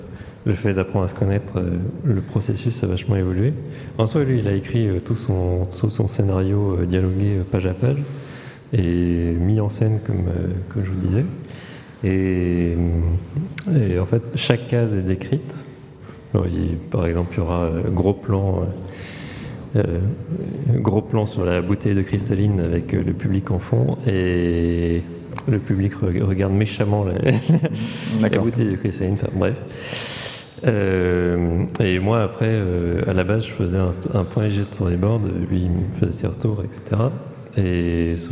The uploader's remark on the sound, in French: Festival A Tours de Bulles 2021. Retrouvez les interviews réalisées par l’équipe bénévole d‘A Tours de Bulles sur le plateau radio en direct du festival !